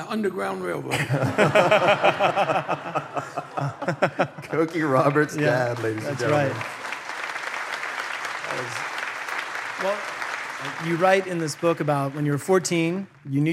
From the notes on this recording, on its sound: taped in front of a D.C.-area crowd!